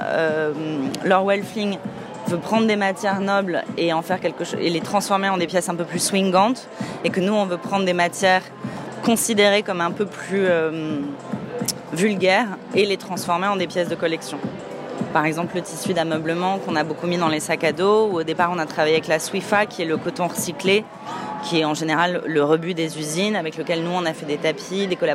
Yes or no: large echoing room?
no